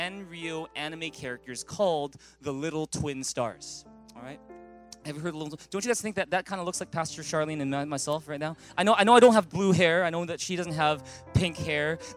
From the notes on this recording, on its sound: At Thrive Church Vancouver, Canada.